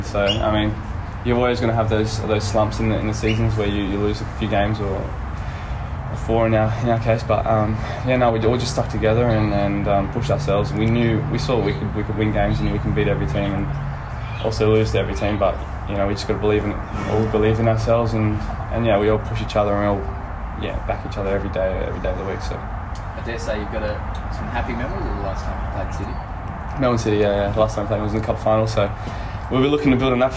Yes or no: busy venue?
yes